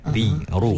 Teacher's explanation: Dia memang ada semula jadinya ra, bila kita sebut ra kan ada satu getaran, ri, ru ada.